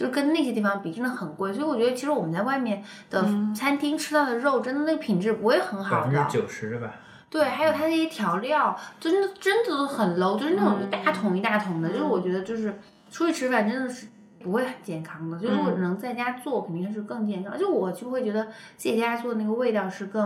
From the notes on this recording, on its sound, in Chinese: 由于还不熟悉最新更换的录音设备，录制过程中出现了很多杂音，并且后期水平有限，不能把他们完全消除，希望大家见谅。